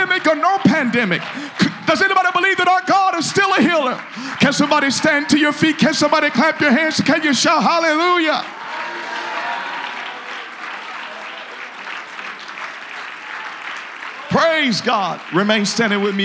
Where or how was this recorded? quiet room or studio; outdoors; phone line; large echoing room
large echoing room